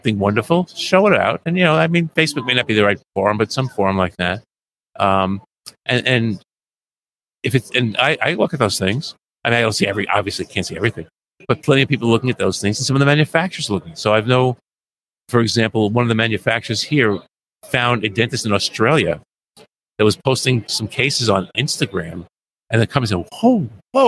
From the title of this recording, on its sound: LIVE from SmileCon